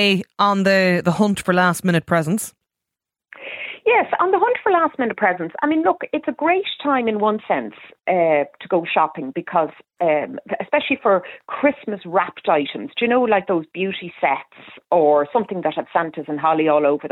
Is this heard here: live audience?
no